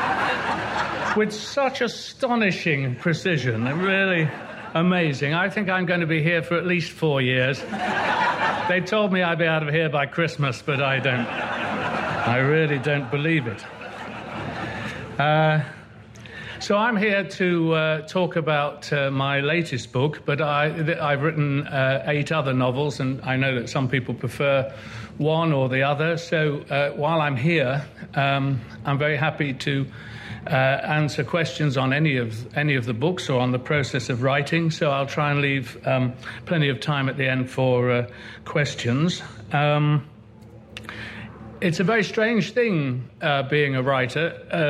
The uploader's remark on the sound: Recorded at Chalke Valley History Festival 2016.